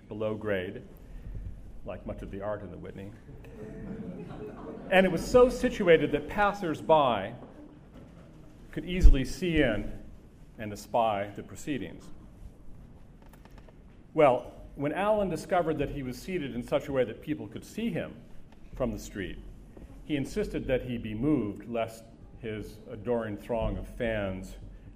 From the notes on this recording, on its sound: Delivered remarks at the memorial reception. The reception took place on May 9, 2012 at the Century Club in New York.